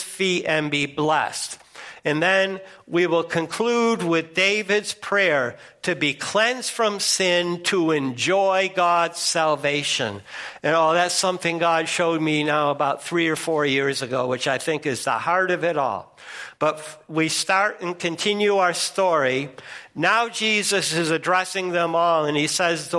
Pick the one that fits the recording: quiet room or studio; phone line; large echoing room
large echoing room